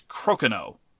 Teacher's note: the L is largely silent, and that the way that one says the game is crokinole.